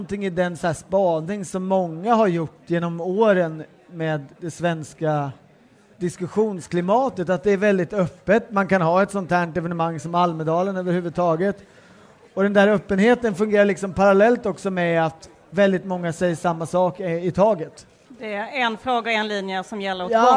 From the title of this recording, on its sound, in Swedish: Live från Almedalen